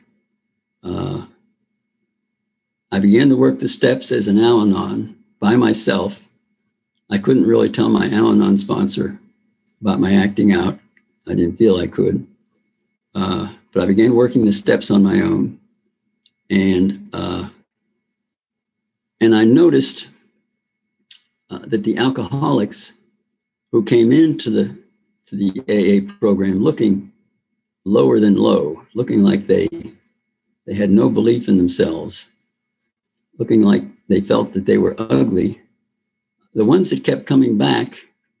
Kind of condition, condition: link, video call